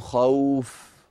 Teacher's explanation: مد اللين، ويمد بمقدار حركتين او اربعا او ستا تماما كالعارض للسكون